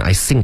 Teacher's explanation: think 舌尖要碰上齿，不能发成一个嘶的音